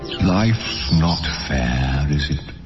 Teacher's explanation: Is it 是个连读，而且它这个 Is it 读得很轻